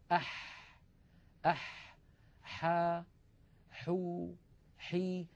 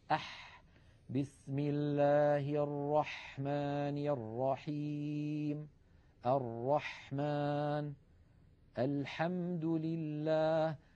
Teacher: الحاء أيضا يا إخوة من وسط الحلق، أح أح حا حو حي. لاحظوا البحة الموجودة في الحاء الفصيحة، أح بسم الله الرحمن الرحيم، الرحمن، الحمد لله، هكذا صوت الحاء الفصيحة بعيدة عن أي حرف آخر.